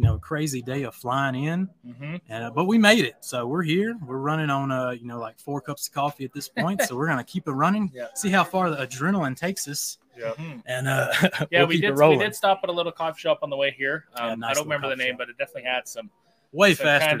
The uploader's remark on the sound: This is all the action you may have missed as The Cleaner Cast did the live pre/post show at TRCMA 2023!